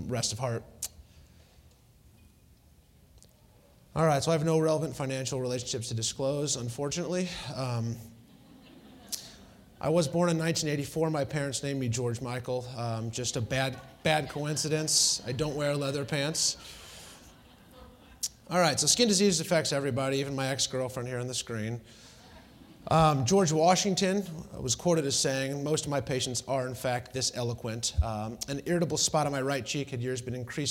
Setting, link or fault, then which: setting, busy venue